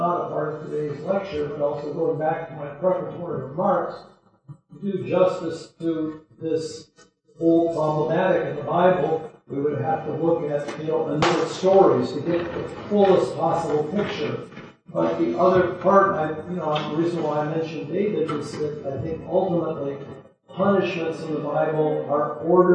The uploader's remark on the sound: This lecture was given on March 30th, 2023, at Harvard University.